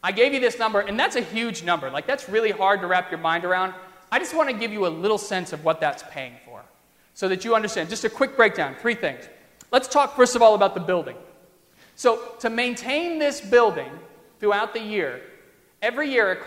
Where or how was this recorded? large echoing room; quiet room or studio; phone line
large echoing room